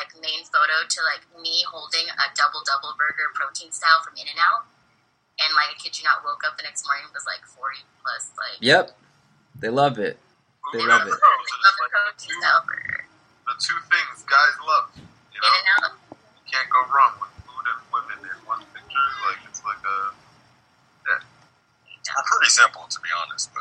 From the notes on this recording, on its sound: We had some audio issues